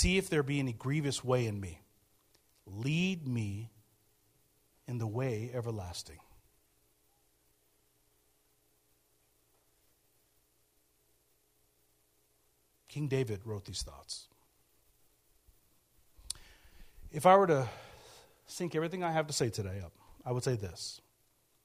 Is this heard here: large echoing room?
yes